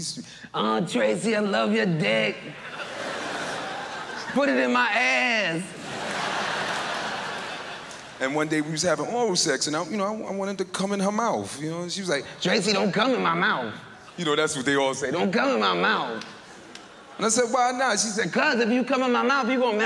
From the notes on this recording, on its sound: brought his particularly explicit brand of comedy to Montreal for the Just for Laughs festival in 2002